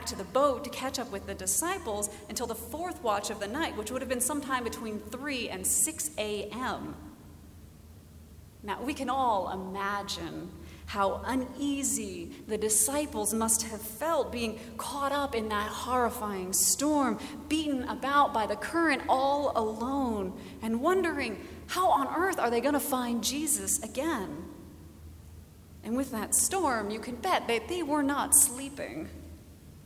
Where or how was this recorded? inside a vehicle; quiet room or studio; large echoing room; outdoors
large echoing room